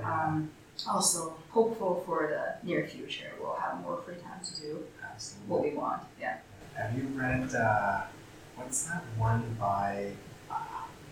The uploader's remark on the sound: Background noise